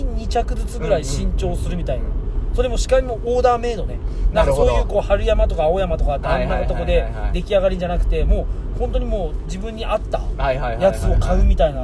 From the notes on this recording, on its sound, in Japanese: いつもの営業車の中で